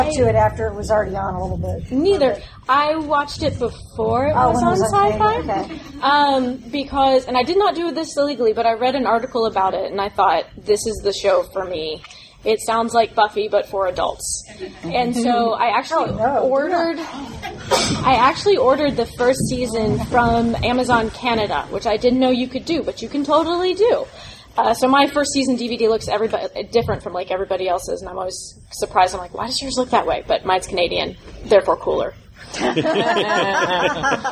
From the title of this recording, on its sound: Fan Panel at Dragon Con 2014